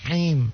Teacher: Tapi bukan bukan di hidung dia ya, tapi di tengah tenggorokan